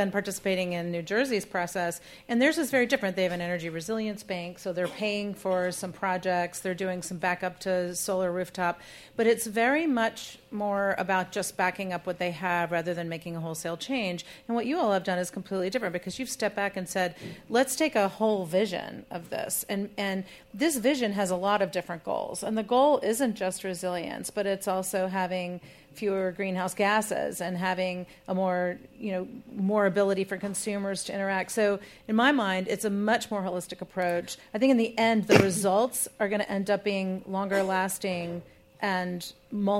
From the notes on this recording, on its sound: In this special live podcast, recorded at WNYC’s performance space in New York City, we spoke with two architects of the plan. The live show was organized in partnership with Clean Energy Connections.